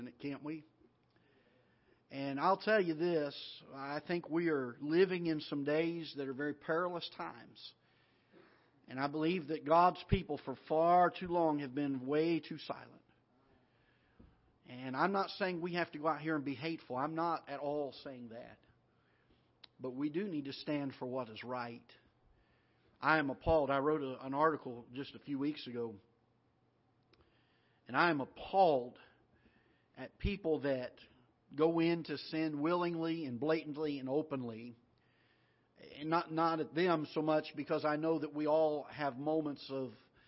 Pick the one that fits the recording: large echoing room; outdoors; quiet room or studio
large echoing room